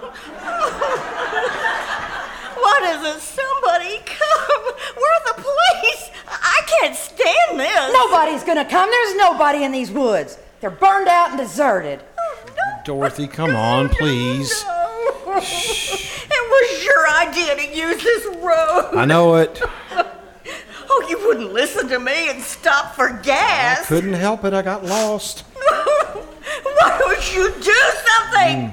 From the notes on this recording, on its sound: Performed "LIVE" at the First Vineyard Winery in Jessamine County, Kentucky. Here is the audio from the second half of their show.